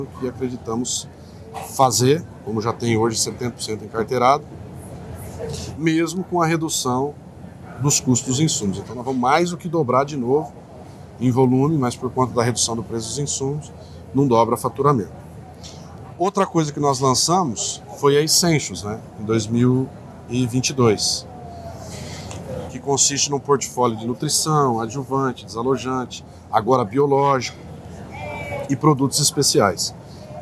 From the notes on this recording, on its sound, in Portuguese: Prosa boa, gravada durante o Congresso Nacional Andav em São Paulo.